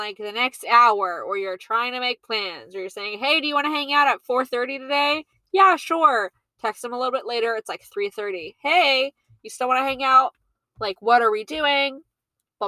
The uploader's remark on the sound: I recorded this episode while sitting in my car and watching the rain.